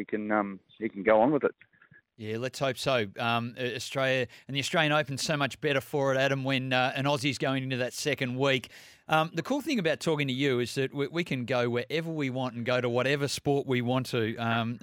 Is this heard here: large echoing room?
no